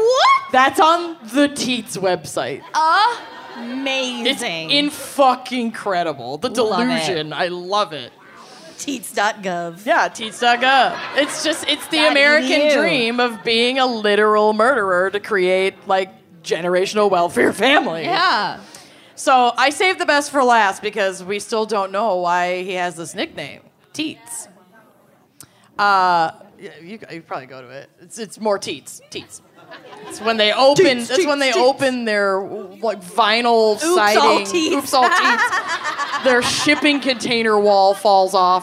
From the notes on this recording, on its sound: (Chicago LIVE!). Live from Chicago.